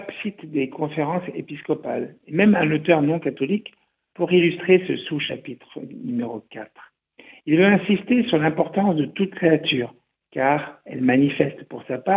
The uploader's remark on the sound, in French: invité par téléphone